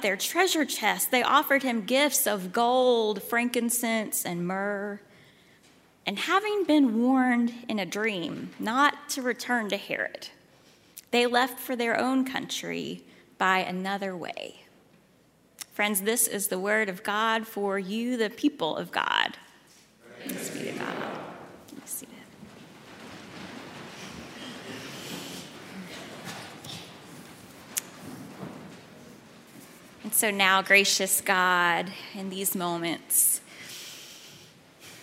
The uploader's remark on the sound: at Highland Baptist Church, Louisville, Kentucky